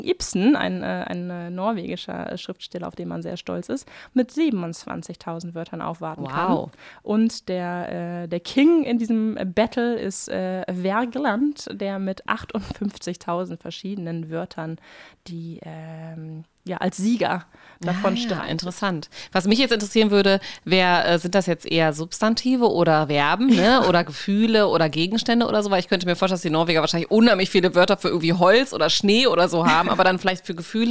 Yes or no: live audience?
no